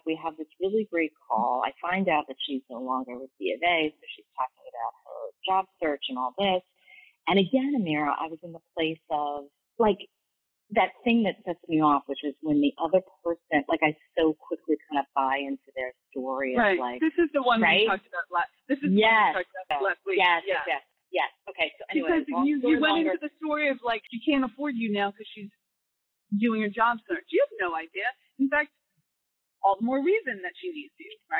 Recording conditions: poor sound quality